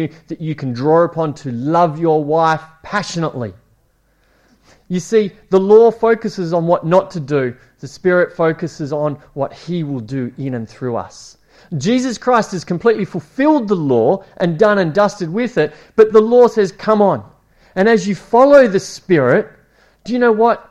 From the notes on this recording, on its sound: It was preached at Esperance Church of Christ